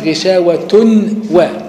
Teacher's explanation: أحذف النون ودخل النون في الواو بقت واو مشددة بغنة · Term: الإضغام